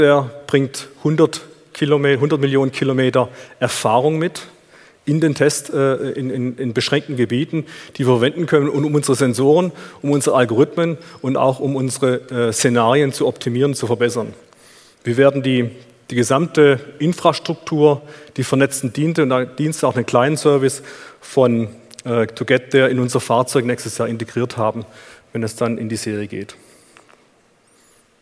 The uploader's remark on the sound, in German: in seinem Vortrag auf auto motor und sport Kongress 2019